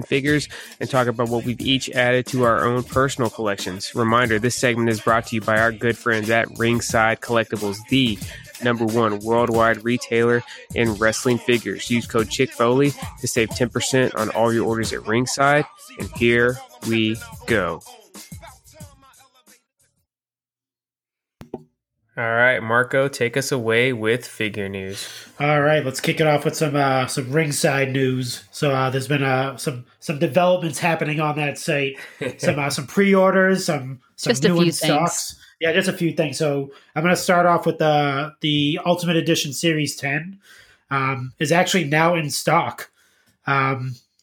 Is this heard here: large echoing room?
no